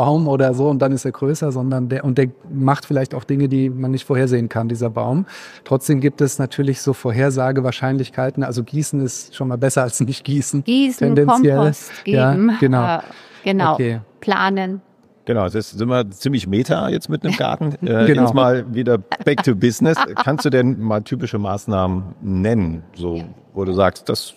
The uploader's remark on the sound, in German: Bei unserem dritten und letzten Podcast, den wir auf der solutions: Konferenz in Hamburg aufgenommen haben